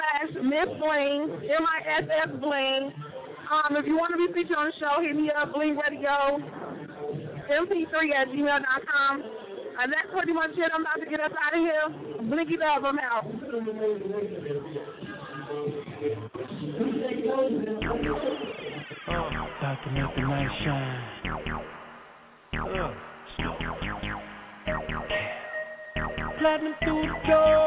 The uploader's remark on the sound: WE ARE LIVE AT KLUB 651 DOWNTOWN CHICAGO! IM DOING INTERVIEWS WITH THE ARTISTS THATS FROM CHICAGO GETTIN IT IN!